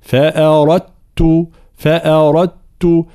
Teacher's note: ثم فأردت، أصلها فأردت، دال ساكنة بعد تاء، إدغام هنا، إدغام الدال في التاء، فنقرأها تاء مشددة مع طبعا ترقيق جميع الحروف ما عدا حرف الراء المفتوحة مفخمة